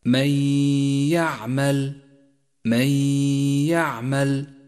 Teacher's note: جاءت النون الساكنة، وجاء بعدها حرف الياء، وهو حرف إدغام بغنة، والواجب هنا أن نسقط النون الساكنة من اللفظ، وأن نقف على حرف الياء بغنة زمنها حركتان من غير تشديد، وقد لونت النون في حكم الإدغام بالرمادي إشارة إلى عدم نطقها، ولون حرف الياء الذي بعدها باللون الأخضر إشارة إلى موقع الغنة، فيصير اللفظ هكذا: من يعمل، من يعمل. · Term: الإدغام بغنة